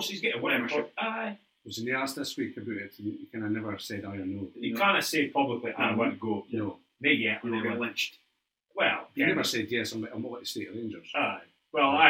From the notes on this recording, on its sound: Apologies for sound.